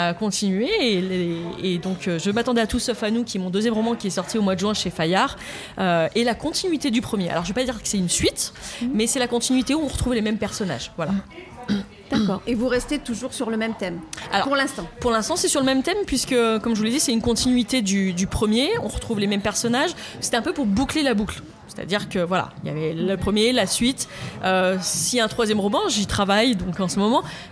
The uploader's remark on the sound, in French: Assis à une table du bar le Clémenceau de Jard sur mer. Nous recevons des auteurs et des éditeurs qui participent à Escale Littéraire, le festival proposé par la communauté de commune Vendée Grand littoral.